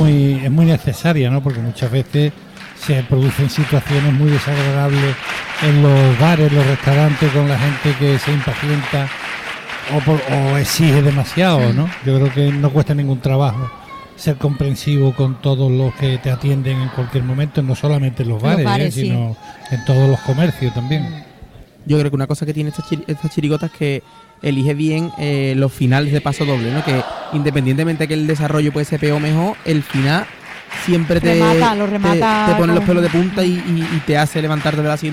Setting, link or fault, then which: setting, live audience